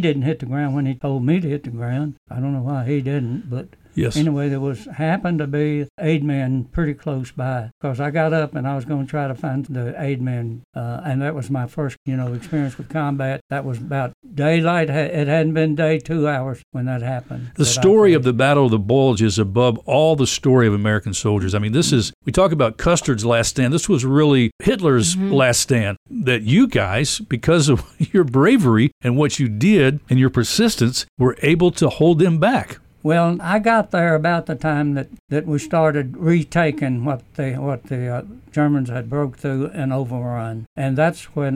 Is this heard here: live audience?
no